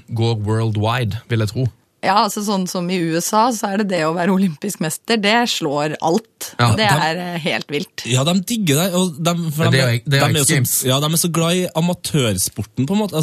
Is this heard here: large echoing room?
no